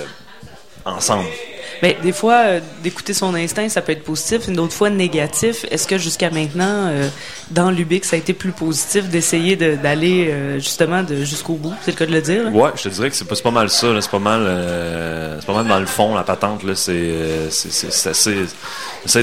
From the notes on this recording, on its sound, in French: Au Festival d'été de Québec, sur les ondes de CKRL 89,1 en direct du bar Le Sacrilège.